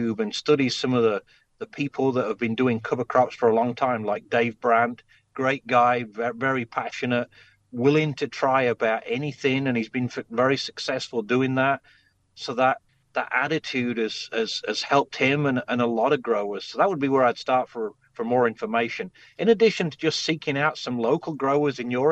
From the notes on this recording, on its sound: Had called in to the podcast.